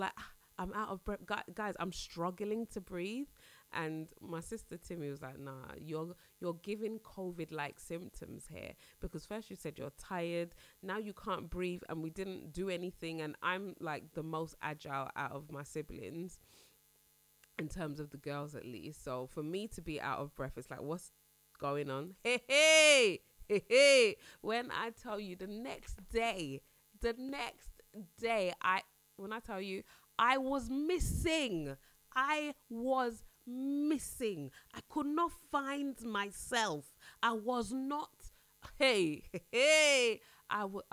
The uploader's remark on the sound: Excuse the buzzing in this episode, I really don't know what was happening.